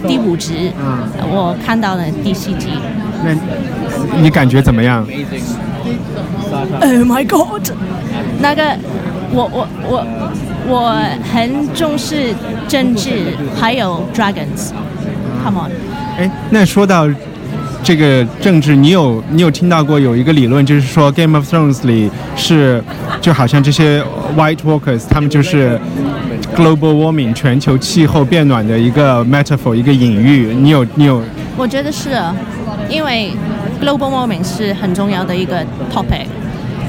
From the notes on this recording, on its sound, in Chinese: 在爱丁堡看演出。只能用手机在酒吧里录一期不剪辑的人物采访。采访有酒吧背景杂音，权当增添了节日气氛吧。